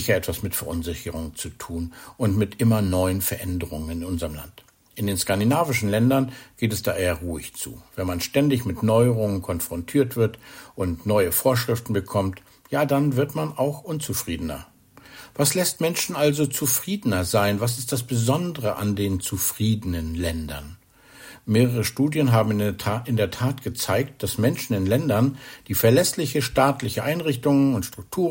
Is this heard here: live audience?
no